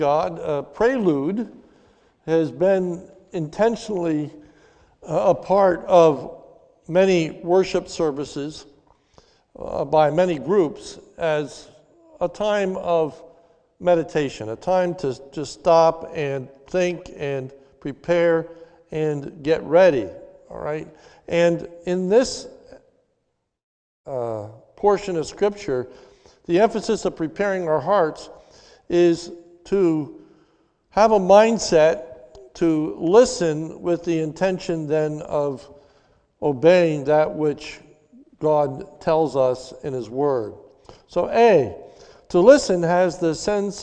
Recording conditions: large echoing room